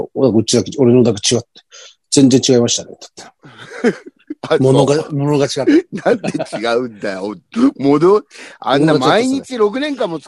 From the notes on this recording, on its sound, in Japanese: ZOOMで収録